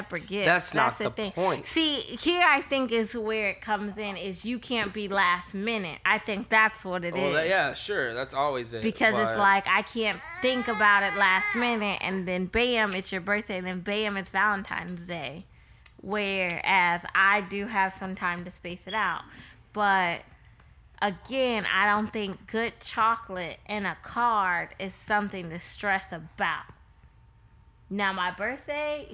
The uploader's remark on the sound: is very vocal during this recording.